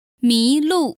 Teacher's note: Which is a second tone and a fourth tone.